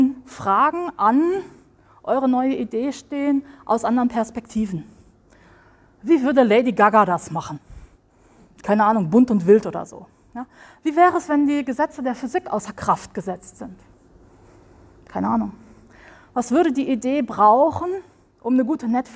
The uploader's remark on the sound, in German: Livemitschnitt vom Impulsvortrag. In dieser Folge kannst Du etwas die Energie vom 1.Podcastevent in Hildesheim spüren.